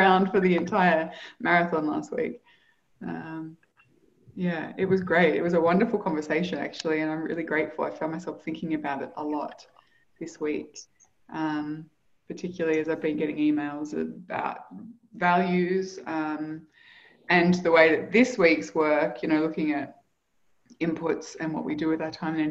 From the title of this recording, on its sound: Live Community Call